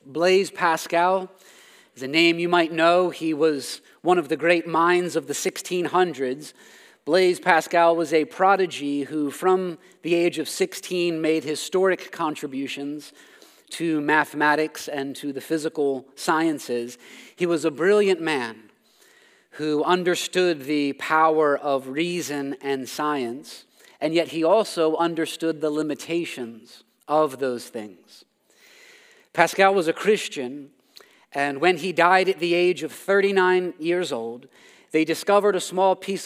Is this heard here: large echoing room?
yes